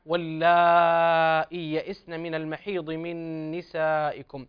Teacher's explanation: هذه الآية الرابعة واللائي يئسن من المحيض من نسائكم، واللائي هنا مد متصل يمد لحفص عن عاصم من طريق الشاطبية بمقدار أربع حركات